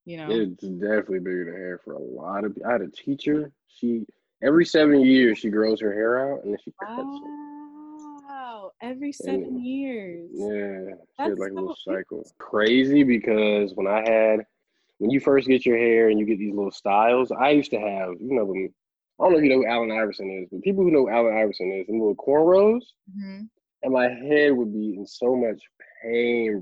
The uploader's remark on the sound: joins me for a Zoom call